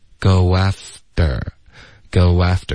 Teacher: go 跟 after 之间不要顿，就直接连着发 go， goafter， goafter，有一个窝的音就会出现了